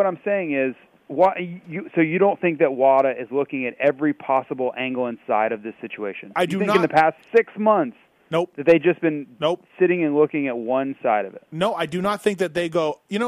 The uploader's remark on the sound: In Studio. On the phone tonight. Phones.